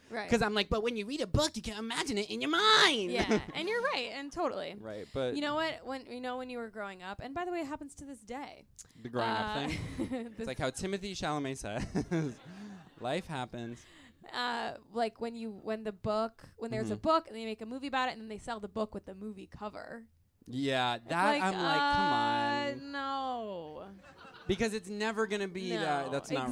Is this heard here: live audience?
yes